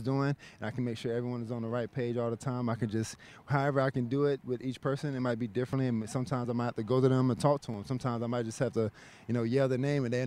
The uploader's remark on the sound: Live from day three at the Greenbrier.